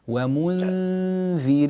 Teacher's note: اجعل هيئة فمك في نطق النون مهيئة على شكل الذال · Term: النون المخفى